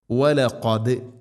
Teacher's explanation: ഖാഫ് തൊണ്ടയുടെ മുകൾ ഭാഗവും അതിൻ്റെ മേലെ ചെറുനാക്ക്